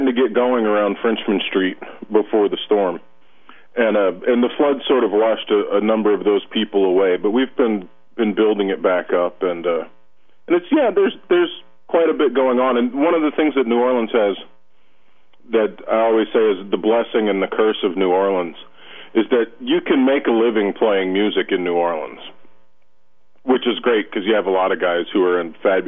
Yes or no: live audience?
no